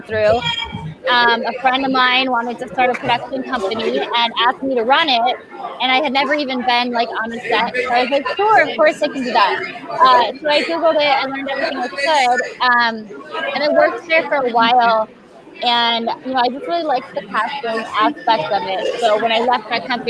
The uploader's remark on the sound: Live from DayGaCom